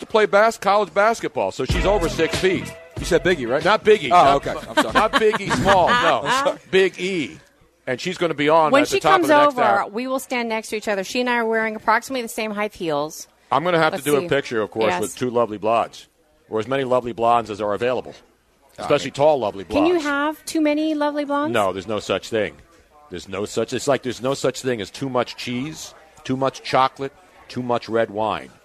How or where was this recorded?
busy venue